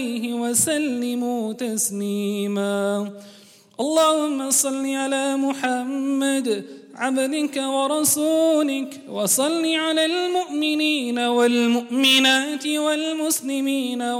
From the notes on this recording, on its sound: Jummah Programme on the 14th of September 2018 at the Houghton Masjid (West Street)